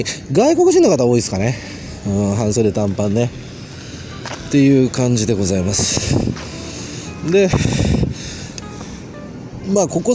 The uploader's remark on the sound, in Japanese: 台湾高雄の川のほとりでボーッと録音してみた。夜に録音してみた。